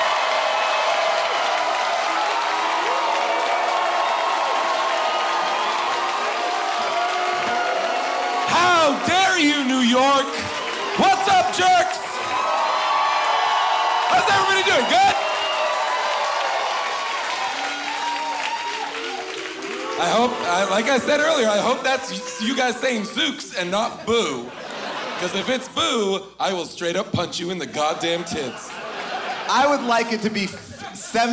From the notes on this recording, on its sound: LIVE from Irving Plaza in New York City